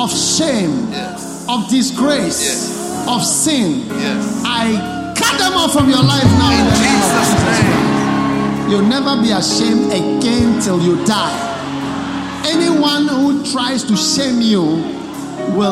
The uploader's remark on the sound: at the Lovely Voice Experience - First Love Church, London